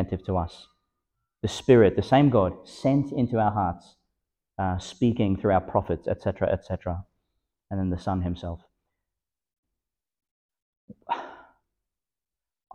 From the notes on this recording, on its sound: Delivered (at the evening Mass) in Our Lady Star of the Sea Church, Gladstone, Qld. Delivered (at the evening Mass) in Our Lady Star of the Sea Church, Gladstone, Qld.